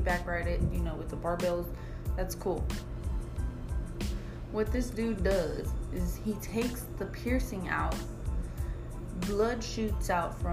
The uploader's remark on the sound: I apologize for the background noise I do not have my laptop or mic